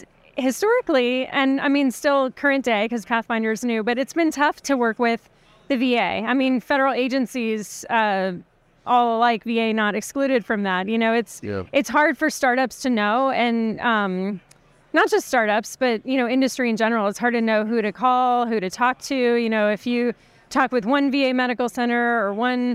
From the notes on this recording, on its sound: recorded at the ViVE 2023 conference in Nashville